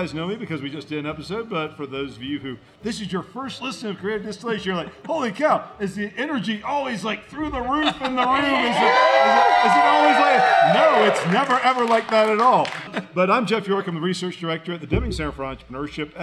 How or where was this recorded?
live audience